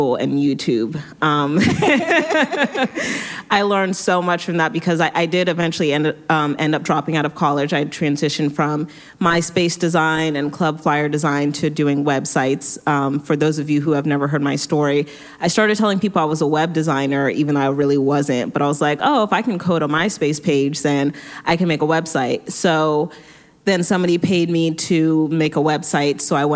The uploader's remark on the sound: LIVE PODCAST!